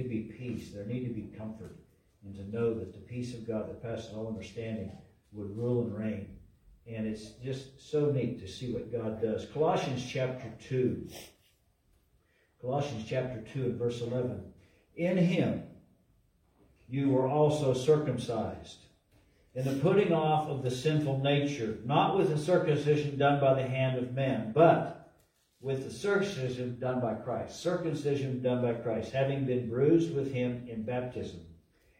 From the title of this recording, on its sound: LIVE from Calvary